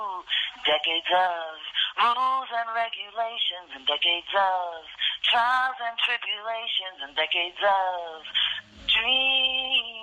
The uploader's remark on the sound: Was recorded over the phone from Bedford Hills prison, a maximum security correctional facility in Bedford Hills, NY.